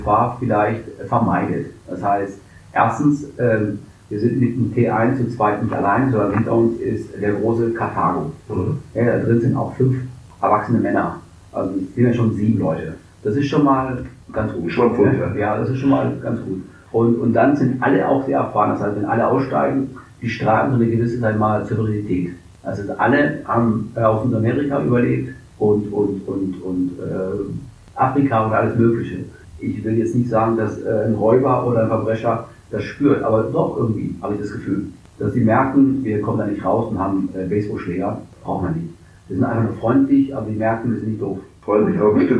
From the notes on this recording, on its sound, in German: Das folgende Gespräch war eine unserer ersten Aufnahmen und leider ist die Tonqualität alles andere als perfekt.